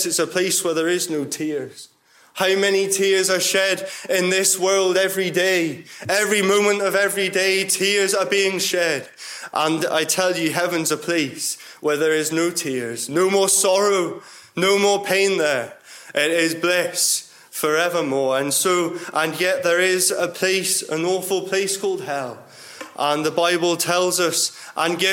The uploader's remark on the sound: Gospel Audio from Ballyclare Gospel Hall